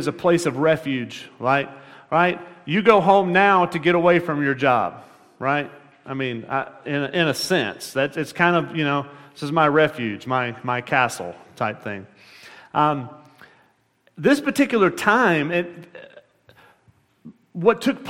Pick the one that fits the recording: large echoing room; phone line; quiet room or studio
large echoing room